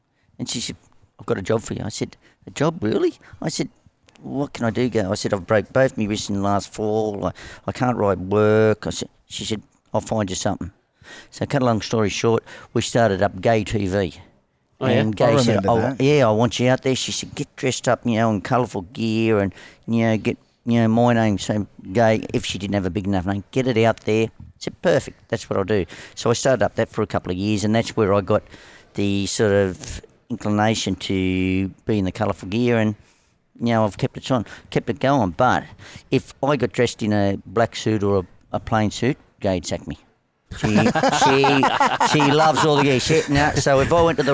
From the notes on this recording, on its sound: This episode was recorded at Mosman Rowers.